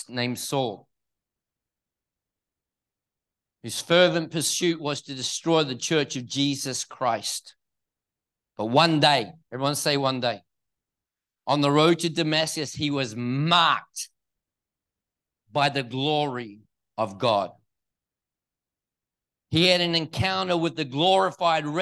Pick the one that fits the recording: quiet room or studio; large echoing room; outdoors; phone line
large echoing room